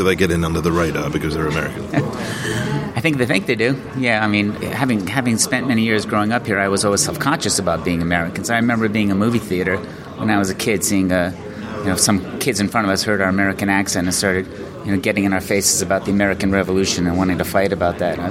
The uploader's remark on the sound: This week we're at the Royal Festival Hall